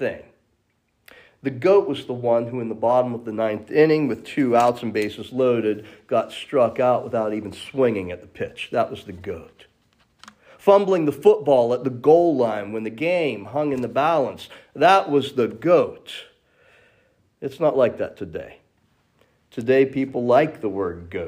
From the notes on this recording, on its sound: This message was originally delivered at Memory Chapel.